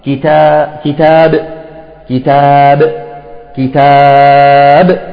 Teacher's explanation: طيب كلمة كتاب، لاحظوا كتاب، كتاب، نحذف التنوين ثم نقف في أحد الأوجه التالية، إما بالسكون المحض مع المد العارض للسكون مع القلقلة